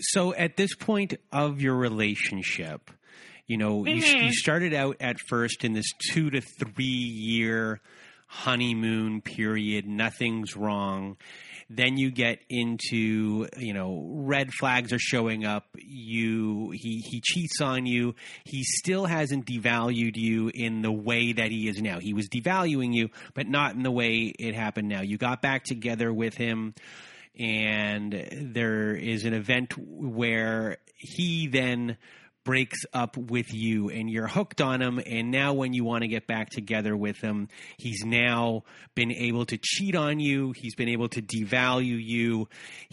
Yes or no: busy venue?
no